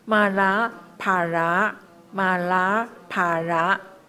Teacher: 一个是没有卷舌的马拉，一个是呢有卷舌的帕拉